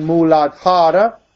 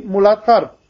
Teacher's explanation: Instead of saying muladhara, what would be the Sanskrit pronunciation, they would say muladhar, because the final A goes.